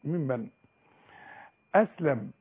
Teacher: الهمزة والسين واللام والميم كل حروف مرققة